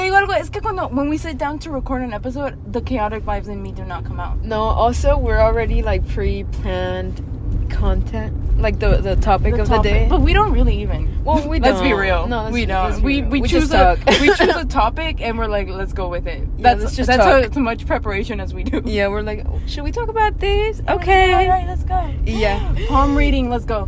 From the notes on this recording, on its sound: Drive and laugh with us around Houston. Honk at bad drivers!